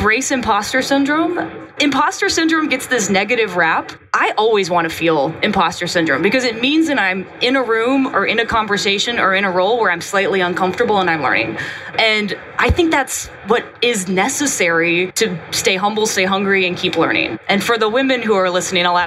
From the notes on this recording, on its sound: live from the GE HealthCare booth at HIMSS